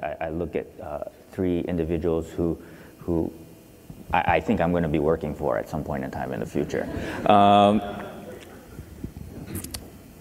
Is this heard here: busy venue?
yes